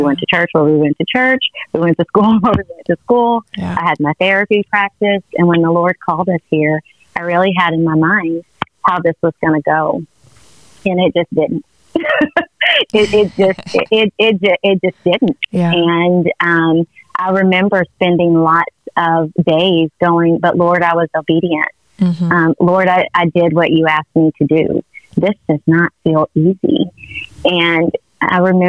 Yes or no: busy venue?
no